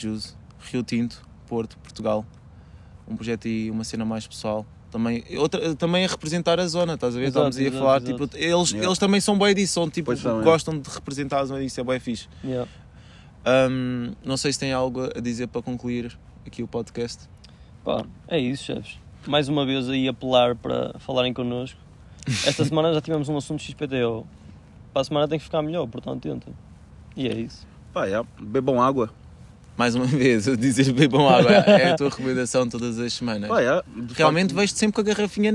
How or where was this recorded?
outdoors